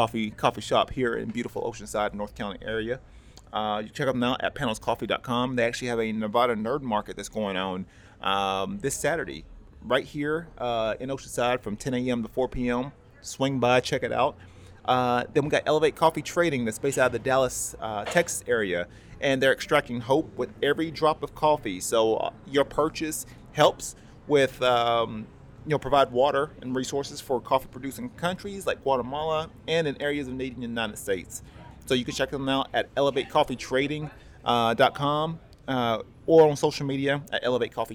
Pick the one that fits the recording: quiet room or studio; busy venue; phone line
busy venue